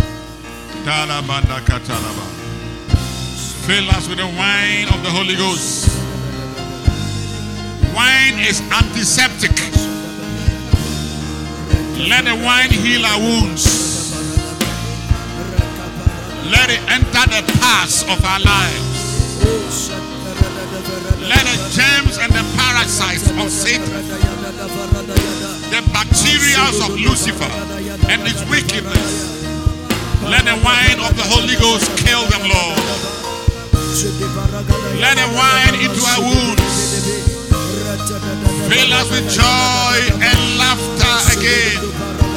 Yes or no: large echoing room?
yes